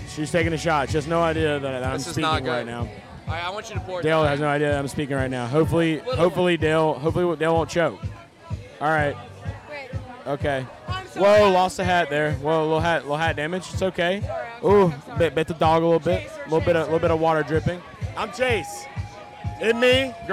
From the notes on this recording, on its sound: LIVE At Faster Horses Music Festival. LIVE on the Garage Guys NASCAR Podcast at Faster Horses Music Festival in Brooklyn Michigan.